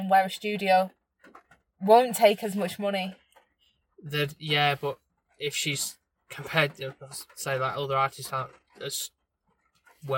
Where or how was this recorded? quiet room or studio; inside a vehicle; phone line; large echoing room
inside a vehicle